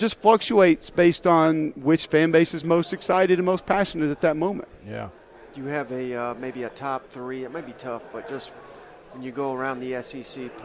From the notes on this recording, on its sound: live during 2023 SEC Media Days in Nashville